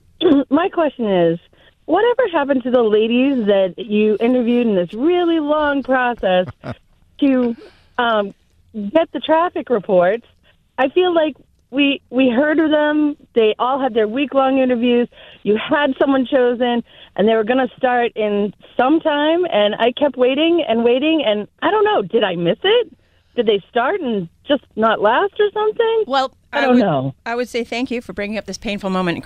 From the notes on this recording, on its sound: Listeners called in to ask us ANYTHING.